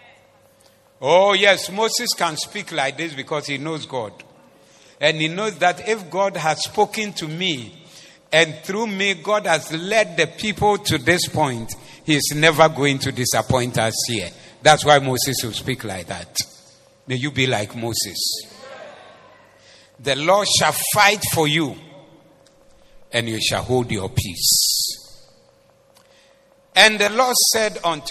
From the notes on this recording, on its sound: Preached at the Zeloo Service